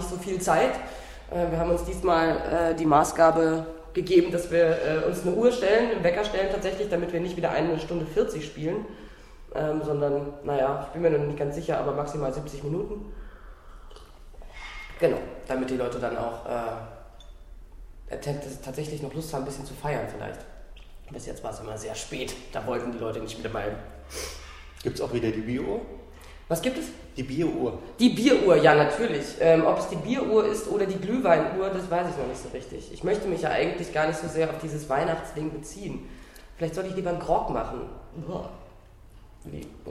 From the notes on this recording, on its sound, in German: Das Interview wurde im Foyer des Theaters geführt und dementsprechend einige Hintergrundgeräusche.